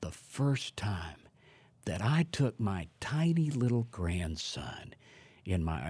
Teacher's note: you see how naturally my voice got quieter. It slowed down, and the pitch got lower because we're holding this little baby.